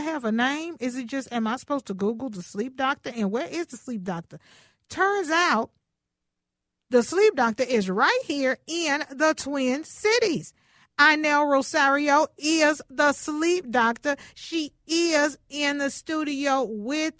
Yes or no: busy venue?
no